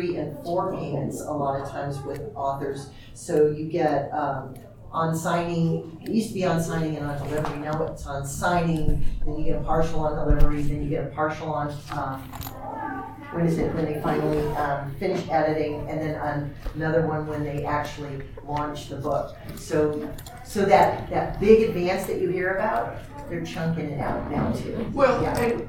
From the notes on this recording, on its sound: Recorded 11/10/2023 Friday – Panel Room 1 8:00 pm